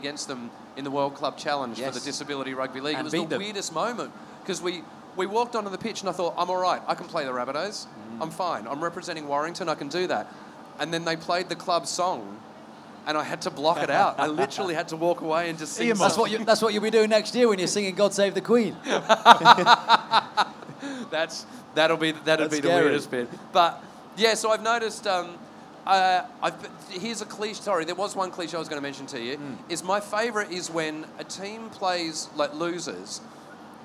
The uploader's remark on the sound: Grand Final Live Special. Live from the #GrandFinal.